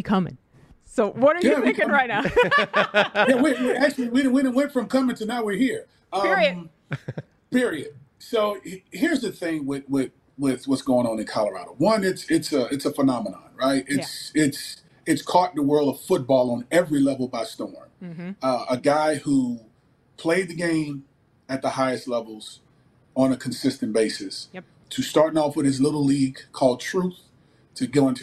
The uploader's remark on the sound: Steelers Watch Party in Mexico City. Live from the podcast lounge!